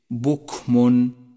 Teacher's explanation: لاحظ صفة الهمس في حرف الكاف من كلمة بكم، وتأمل كيف جرى النفس عند النطق به بكم. ومن الخطأ أن تقول بكم لأن ذلك أدى إلى عدم وضوح الحرف.